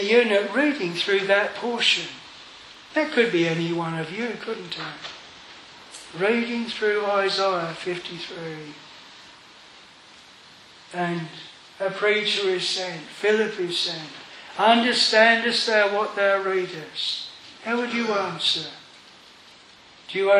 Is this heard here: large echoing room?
yes